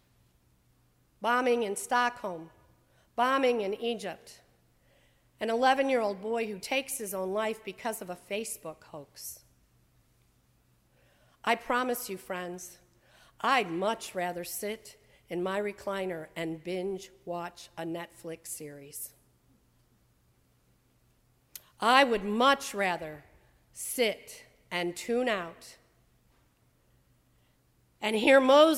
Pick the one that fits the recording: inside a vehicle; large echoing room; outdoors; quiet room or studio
large echoing room